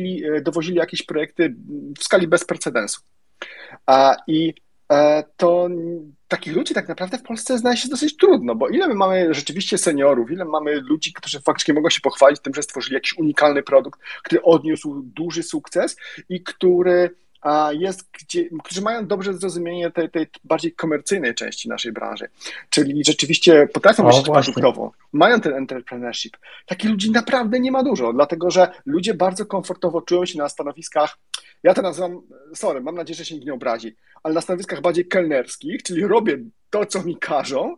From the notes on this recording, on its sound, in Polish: To jest nagranie Twitter Spaces, więc rozmowa toczyła się na żywo i interaktywnie